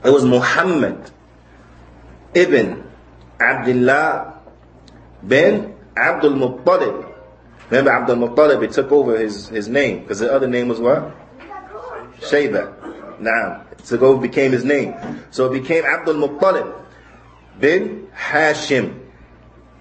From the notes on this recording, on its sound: Lecture given at Muslim Community Center Of Apopka, Fl